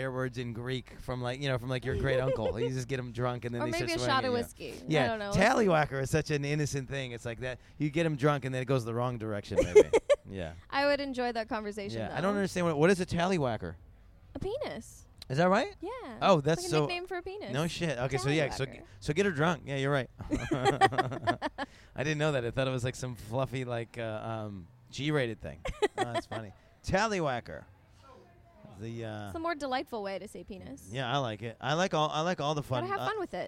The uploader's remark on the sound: sit down at Exxxotica